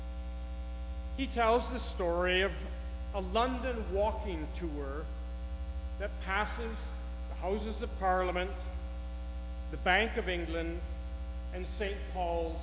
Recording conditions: hum or buzz